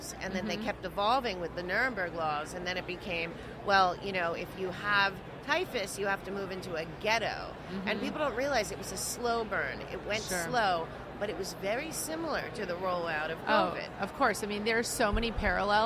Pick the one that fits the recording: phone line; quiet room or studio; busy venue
busy venue